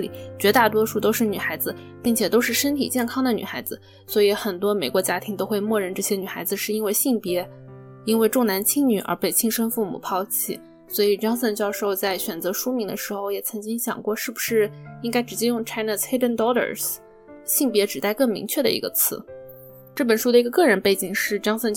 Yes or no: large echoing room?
no